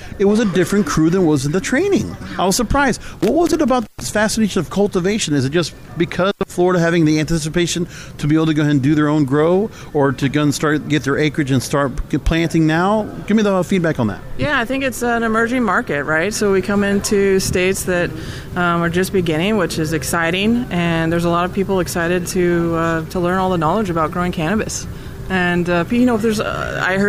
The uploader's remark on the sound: Live From The 2019 USCC Expo